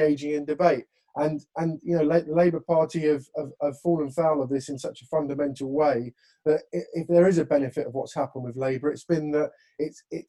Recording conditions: video call